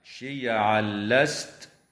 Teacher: ويدغم التنوين في اللام من غير غنة في قوله تعالى شيعا لست